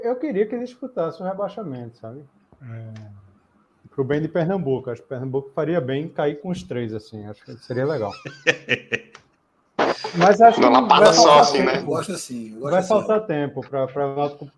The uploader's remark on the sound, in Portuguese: Em gravação ao vivo, nossos baiônicos se juntaram numa sala virtual